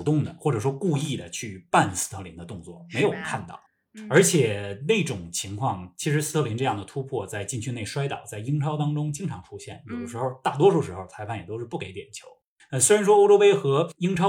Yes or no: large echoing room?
no